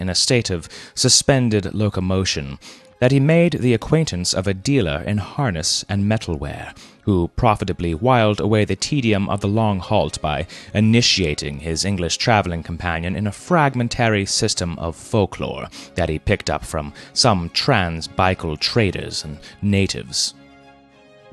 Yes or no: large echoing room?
no